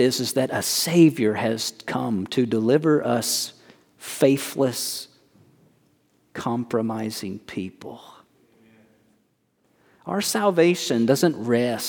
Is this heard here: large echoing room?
yes